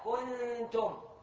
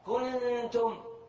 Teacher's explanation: لأنه المركب الأنفي ذهب، في عندك مخرج بالفم وصوت غني من الأنف. لما تخفى النون والتنوين ذهب المركب الفموي وبقي الأنفي · Shown in: second take · Term: إخفاء